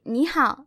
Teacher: So this is the case where you see two third tones next to each other, but when you say it, you actually say it as second tone followed by a third tone.